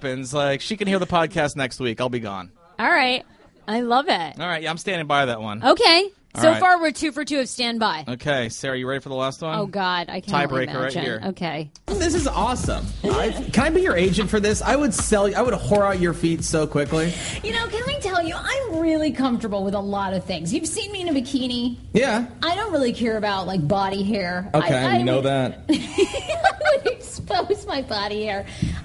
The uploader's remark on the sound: DC Improv LIVE Podcast Show. We're posting our December live show for you to enjoy!